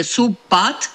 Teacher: De fapt, cu toții în vorbirea rapidă pronunțăm cele două cuvinte sub pat, făcând un fel de contopire a celor două consoane B și P, care sunt consoane foarte apropiate din punct de vedere fonetic, și practic se aude una singură dintre ele · Term: fenomen de Sandi